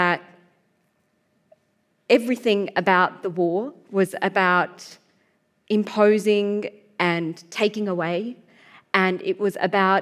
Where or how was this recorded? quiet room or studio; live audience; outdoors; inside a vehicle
live audience